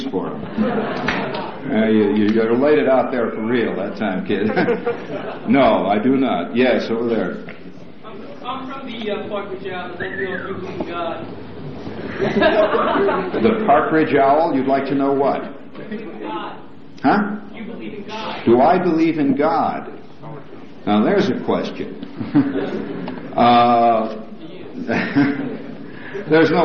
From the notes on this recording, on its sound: 1971 Press Conference.